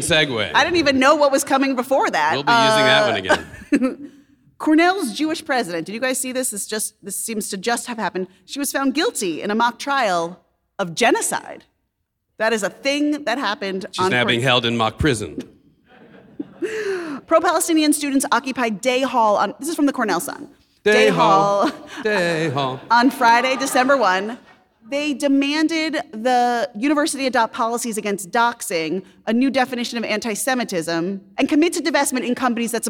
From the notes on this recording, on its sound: we’re coming to you live from Baltimore, where we appeared at the 2023 Conservative/Masorti Shabbaton & Convening